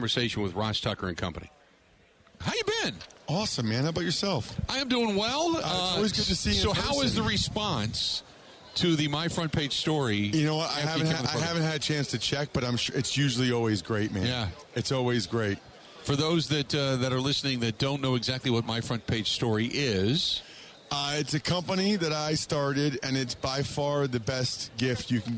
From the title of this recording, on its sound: Live From Super Bowl Radio Row